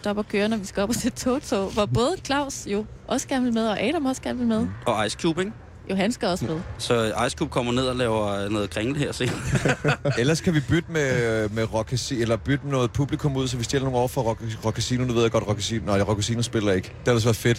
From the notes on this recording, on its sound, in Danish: Under bøgetræerne. Sender direkte fra Danmarks Smukkeste Festival i Skanderborg.